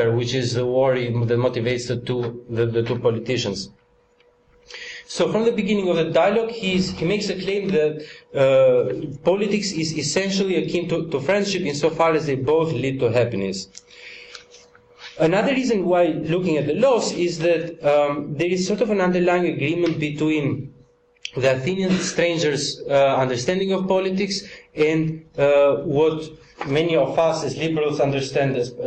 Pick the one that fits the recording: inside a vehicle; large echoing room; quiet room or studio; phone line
large echoing room